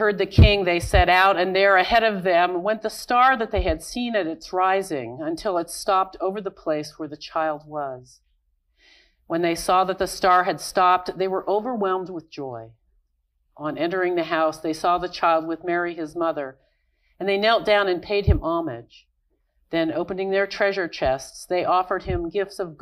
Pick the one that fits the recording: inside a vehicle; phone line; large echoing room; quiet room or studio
large echoing room